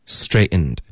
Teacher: 这里 ten 的音节，我们就会用喉音停顿把这个 t 的音给省了，所以不会发 straightened，而会发。straightened, okay? straightened,所以这个停顿呢是靠喉音停顿 okay? I straightened out 跟的要连读 I straightened out your,我们弱读成